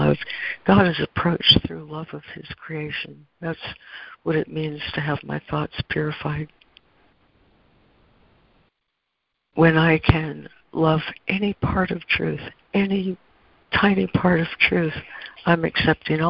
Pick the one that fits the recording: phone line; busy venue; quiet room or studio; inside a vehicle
phone line